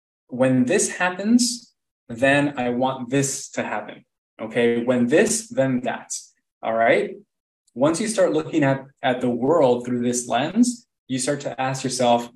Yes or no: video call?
yes